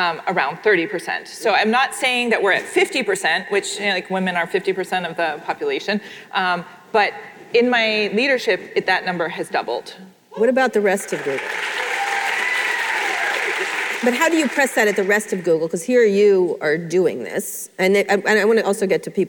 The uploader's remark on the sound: live interview recorded at Lesbians Who Tech in San Francisco